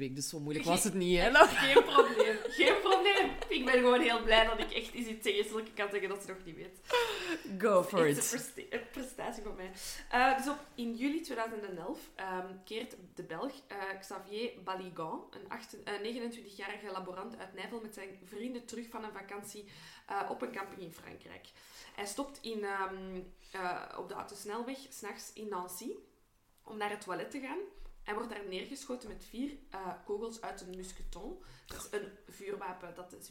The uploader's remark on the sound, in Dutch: We zijn wat aan het experimenteren met een nieuwe micro, dus het is wat zoeken qua geluid.